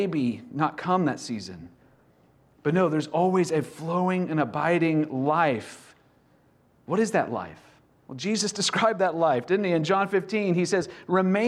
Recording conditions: large echoing room